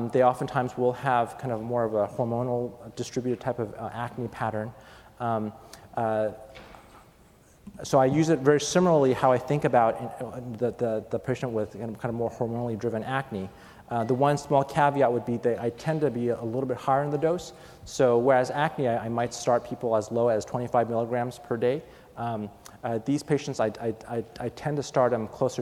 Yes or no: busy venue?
yes